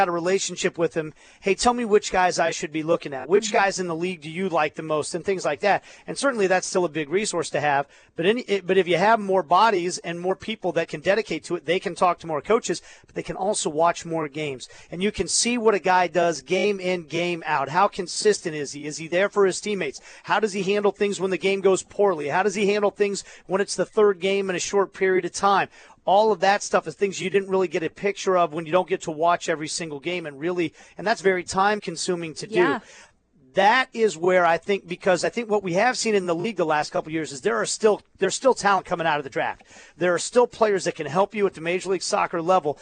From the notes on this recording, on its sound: live from media day